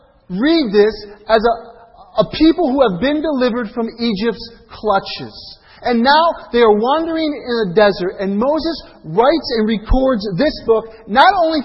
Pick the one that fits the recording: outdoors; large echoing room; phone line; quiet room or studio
large echoing room